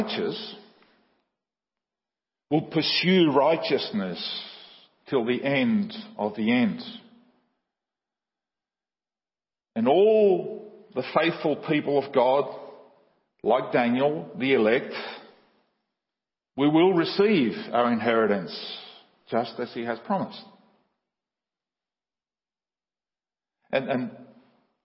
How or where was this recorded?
large echoing room